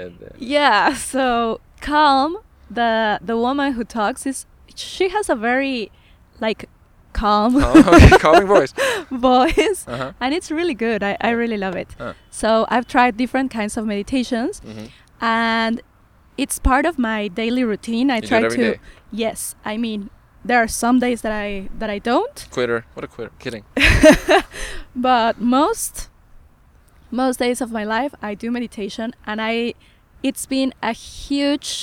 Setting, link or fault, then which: setting, outdoors